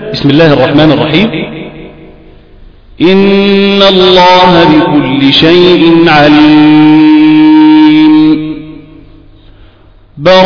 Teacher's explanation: إذا كان له فيها القطع فالقطع هو الوقوف على آخر الأنفال مع التنفس، يعني كأن تقول هكذا مثلا: بسم الله الرحمن الرحيم، إن الله بكل شيء عليم، براءة من الله ورسوله إلى الذين عاهدتم من المشركين.